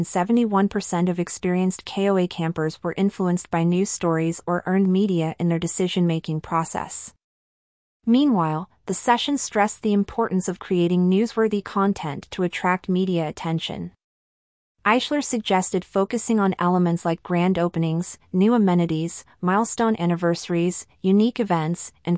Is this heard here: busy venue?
no